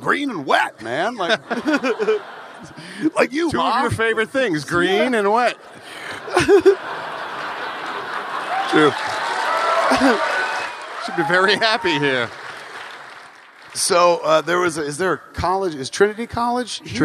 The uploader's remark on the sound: Recorded LIVE at Vicar Street in Dublin, Ireland.